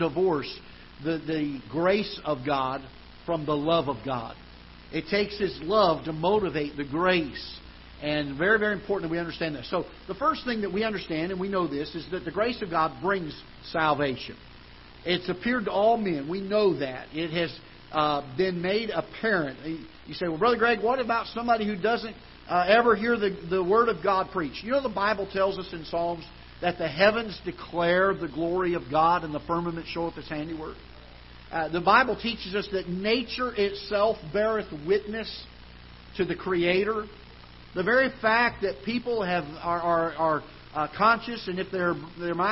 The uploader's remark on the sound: Ketha Heights Baptist Church ~ Live Broadcast